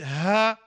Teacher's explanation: Lorsque vous dites Ha, là on est au plus bas de la gorge.